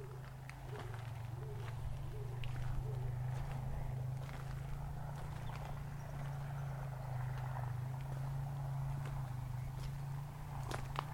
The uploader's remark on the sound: Listen to the eerie calls of cranes on the Somerset Levels